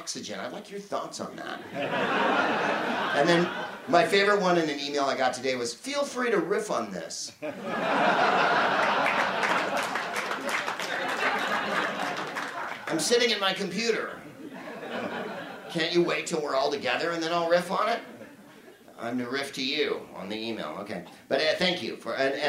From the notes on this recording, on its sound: Live from the Soho Theatre in London